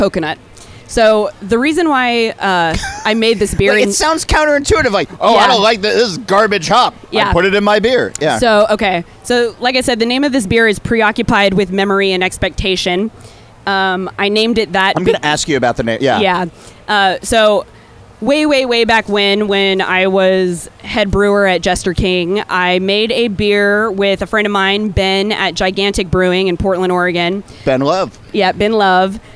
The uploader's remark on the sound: A conversation recorded last month at Funk Fest in Nashville, TN. A conversation recorded last month at Funk Fest in Nashville, TN.